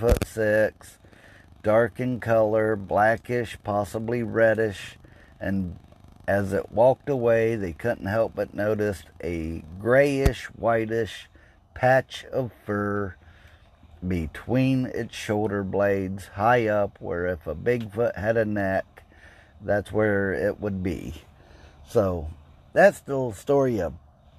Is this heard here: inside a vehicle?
yes